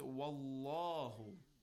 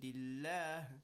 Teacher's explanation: Because Allah, whenever we have the haraka before the lam of Allah, whenever it is fatha or dhamma, we make the lam of Allah tafkhim, a heavy voice and a rounded sound